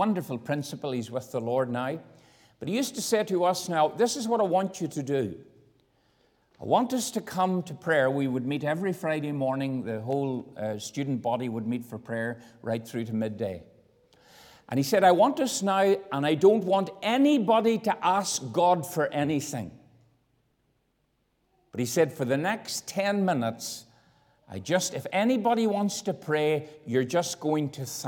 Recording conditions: large echoing room